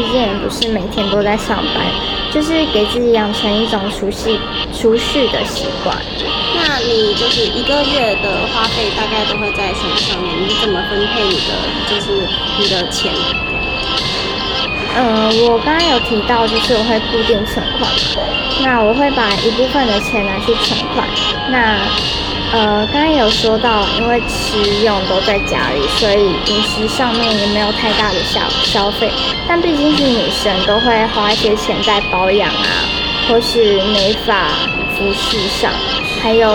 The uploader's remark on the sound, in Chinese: 背景都有些雜音， 目前還是想如何調整訪問的錄製方法， 有透過後製盡量降低，但還是有點大聲